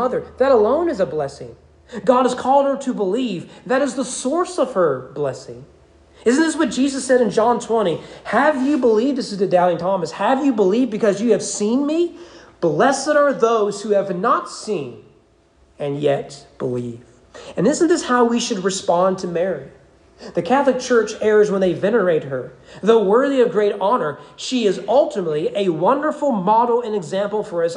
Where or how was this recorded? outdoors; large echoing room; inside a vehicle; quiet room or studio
large echoing room